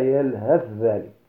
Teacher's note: الثاء مع الذال، وذلك في يلهث ذلك، فتنطق يلهث ذلك بعدم نطق الثاء والاكتفاء بتشديد الذال